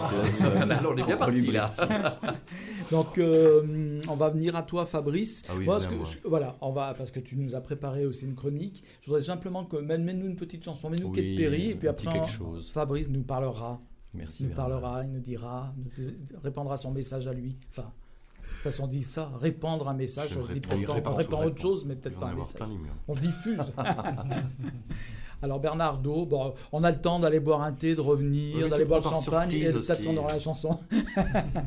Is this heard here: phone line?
no